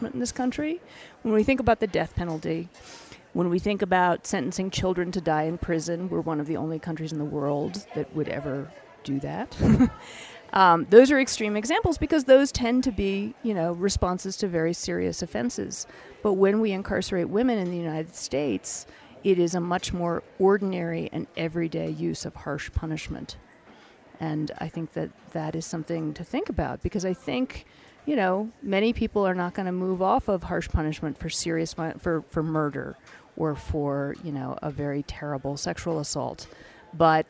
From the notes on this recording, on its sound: From the 2016 Aspen Ideas Festival in Aspen Colorado